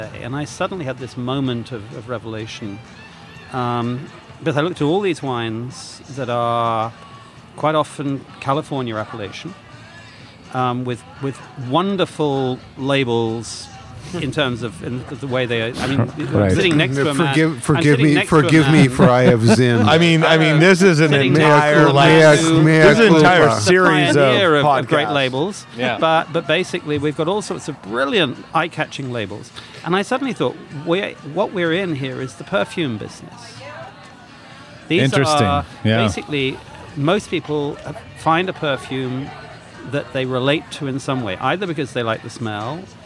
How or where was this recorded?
busy venue